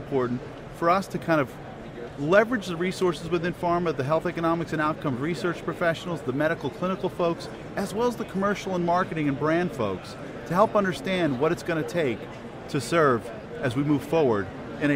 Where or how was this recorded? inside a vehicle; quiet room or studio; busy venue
busy venue